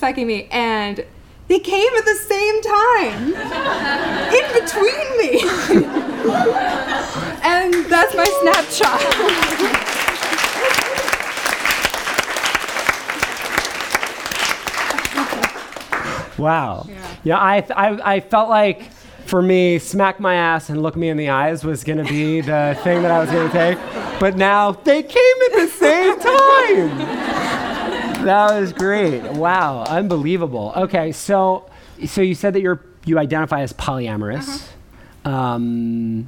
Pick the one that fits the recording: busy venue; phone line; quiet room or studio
busy venue